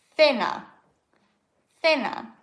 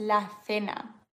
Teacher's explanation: C-E-N-A, dann schaust du hier bei C, okay, C vor E, das wird gelispelt.